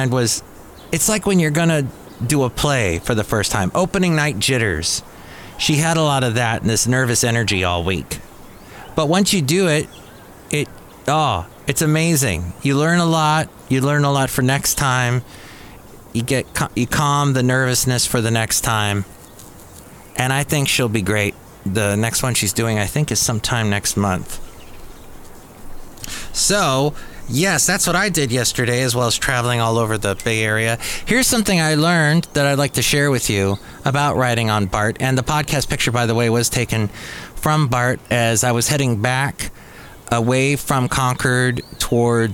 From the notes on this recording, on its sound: podcasts live from Café Anyway